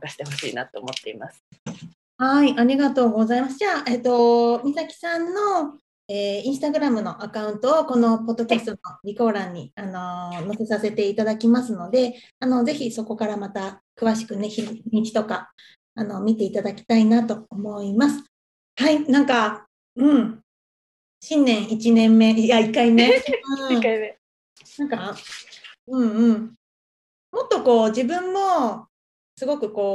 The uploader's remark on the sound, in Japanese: 終盤、CookingSoundsが入っていますが、これもリアルな生活ってことでご了承くださいませ。